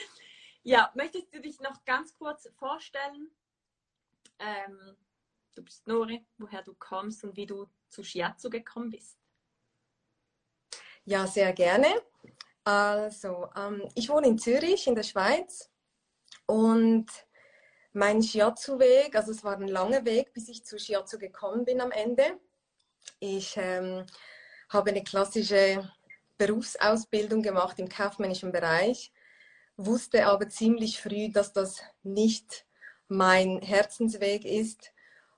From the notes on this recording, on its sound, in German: Letzte Woche habe ich ein Instagram live geführt